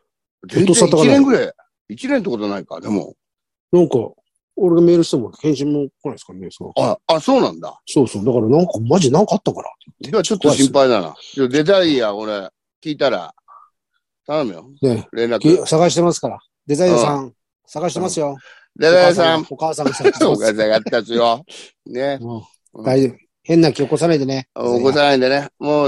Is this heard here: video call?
yes